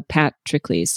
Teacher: you'd put the emphasis on the first syllable